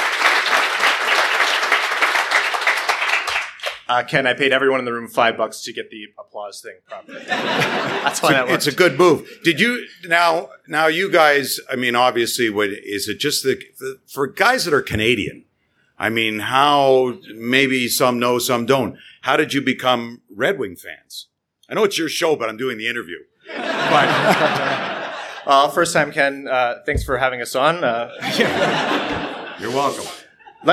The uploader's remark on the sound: LIVE from the LCA. Our first ever recording in front of a LIVE audience.